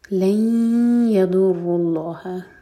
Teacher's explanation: ادغام غنہ کے ساتھ، تو میک شیور کہ دو سیکنڈس کا ٹائم دیں اور ناک میں آواز لے جائیں